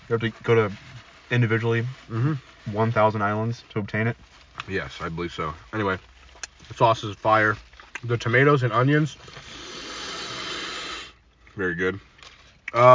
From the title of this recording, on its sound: Chatting in the Car